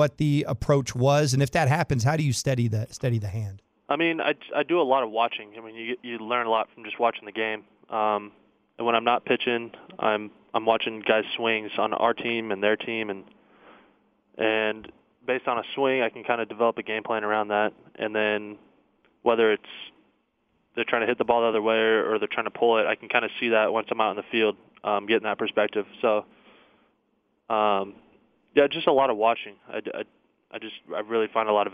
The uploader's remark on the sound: called